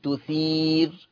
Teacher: أما وقفا فهي مرققة للجميع، هذه الراء عند الوقف تثير مرققة وقفا لجميع القراء. أما وصلا فهي مرققة لورش خاصة تثير رو تثير. · Term: ترقيق الراء